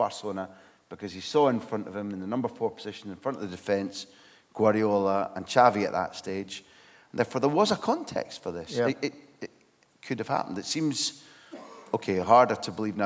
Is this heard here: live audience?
yes